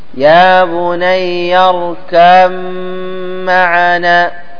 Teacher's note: الباء والميم اتفقا في المخرج لأنهما يخرجان من الشفتين، لكن يختلفان في الصفات، فهنا سمي متجانسين. · تضغم الباء في الميم في هذه الكلمة · Term: إضغام